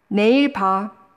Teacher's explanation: Korean pronunciation frequently drops W, wo, after consonants, especially labial sounds like b.